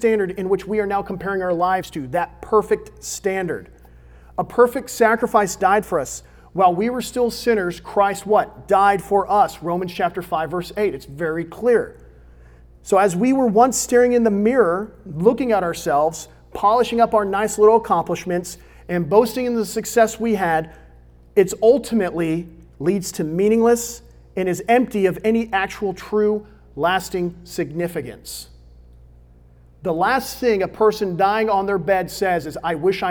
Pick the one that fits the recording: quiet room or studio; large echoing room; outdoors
large echoing room